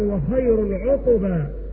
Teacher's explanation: مع قلقلة القاف لأن القاف من حروف القلقلة